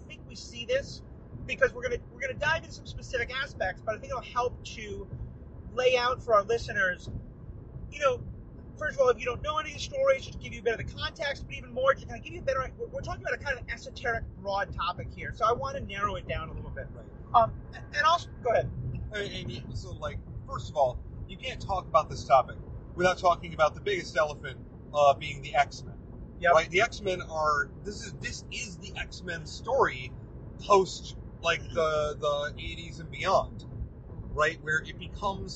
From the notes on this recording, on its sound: While zooming down a highway? We took advantage of another long car trip to bring you a car talk episode, recorded on a phone in a car.